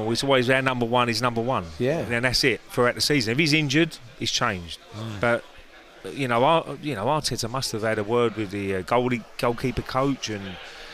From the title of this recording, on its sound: Live from The Centurion Club in Hertfordshire